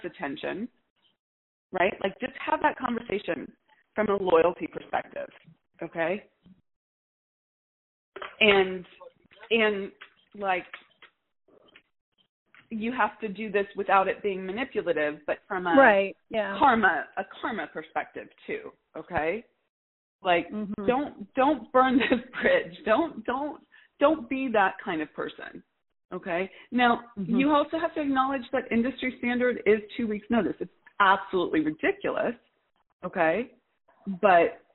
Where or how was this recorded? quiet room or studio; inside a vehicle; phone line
phone line